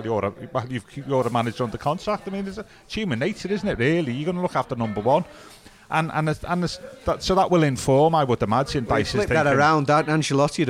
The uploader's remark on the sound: at Lovelock's Coffee Shop